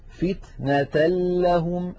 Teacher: ننتقل من التاء إلى اللام المشددة ولم يبقى من التنوين شيء · Term: إدغام النون الساكنة والتنوين بغير غنة